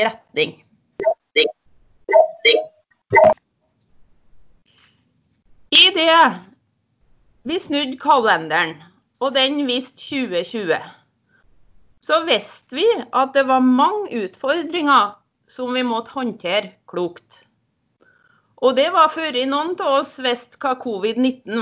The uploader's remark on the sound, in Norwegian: Her kan du høre styreleders tale på årsmøtet i TINE 2020. Talen er holdt på Teams(digitalt årsmøte) og lydkvaliteten kan variere i enkelte deler av opptaket.